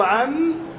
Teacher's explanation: ميم ساكنة أولا ثم ميم مفتوحة · Term: الميم المشددة